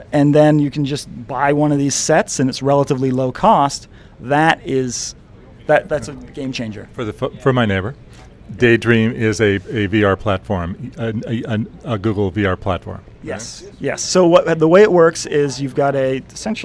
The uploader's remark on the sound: from the Google I/O conference in Mountain View, CA